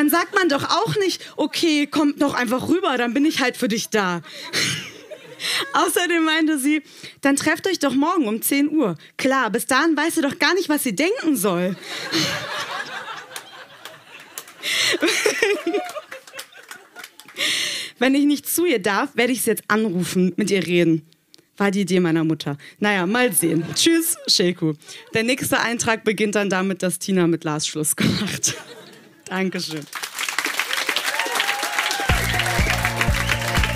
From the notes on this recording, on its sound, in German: In der Wohngemeinschaft, Köln. Auswahl der Beiträge von der „texte von gestern“-Liveshow. Heißen Dank an die Wohngemeinschaft, unser tolles Publikum.